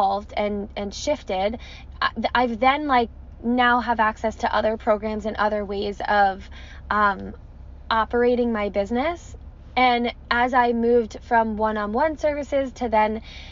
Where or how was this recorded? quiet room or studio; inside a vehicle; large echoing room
inside a vehicle